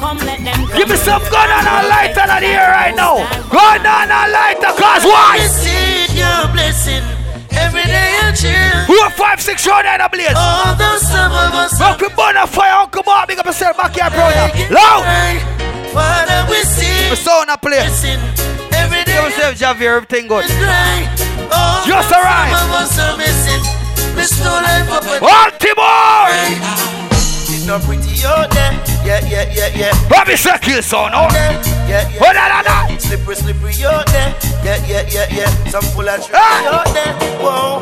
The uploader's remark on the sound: Live from the Blue Caribbean in Baltimore